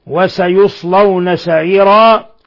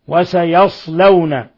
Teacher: قرأ ابن عامر وشعبة بضم الياء من قوله وسيصلون